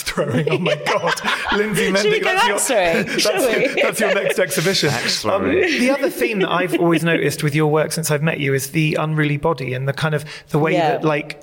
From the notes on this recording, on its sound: Live at Jupiter Artland. Recorded in front of an intimate live audience at Jupiter Artland, Edinburgh.